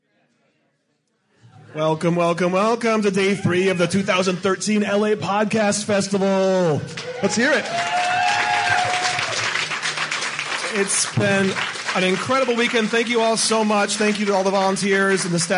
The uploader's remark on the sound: LIVE at LA Podcast Fest. Live at the LA Podcast Festival to a full crowd!